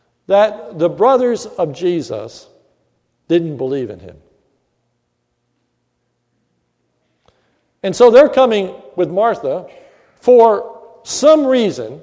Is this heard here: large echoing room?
yes